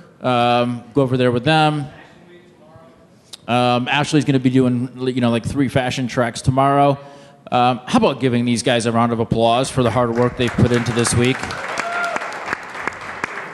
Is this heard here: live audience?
yes